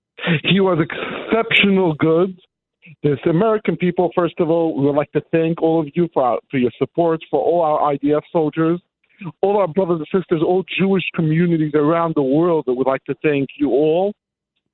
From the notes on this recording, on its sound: Calls in live from the border of Israel and Gaza.